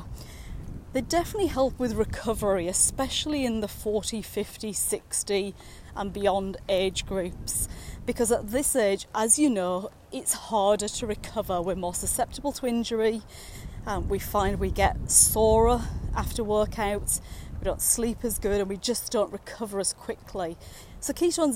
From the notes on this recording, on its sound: recorded during daily walks